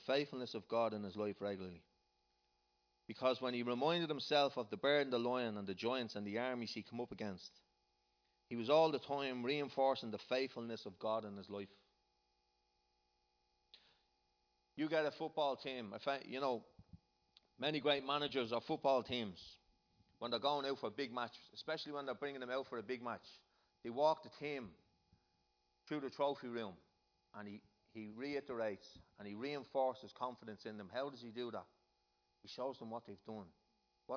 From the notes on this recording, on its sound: Recorded live in Liberty Church on 23rd June 2019